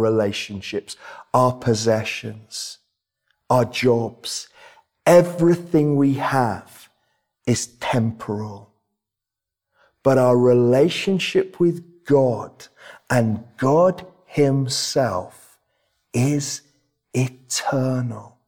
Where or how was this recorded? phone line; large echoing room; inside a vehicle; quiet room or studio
large echoing room